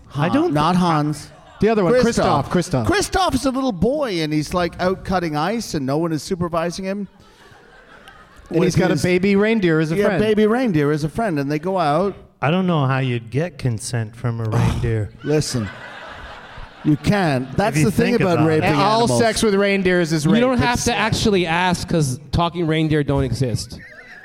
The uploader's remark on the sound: Live from the Royal Theatre in Toronto